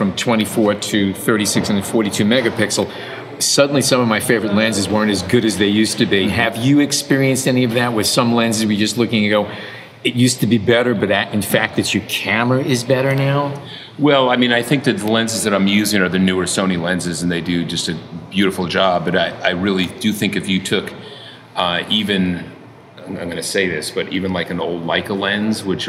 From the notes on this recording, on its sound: We took our portable recorders to an elegant mansion along Central Park, which had been decked out by Sony as a series of stylized photography sets, complete with full lighting, backdrops, and models. They also happened to have on hand many brand-new Sony Alpha a7R IV Mirrorless Digital Cameras and hundreds of lenses for the guests to shoot with in these mini studios.